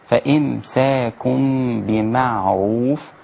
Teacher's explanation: العين رقيقة جدا كذلك الميمات كلها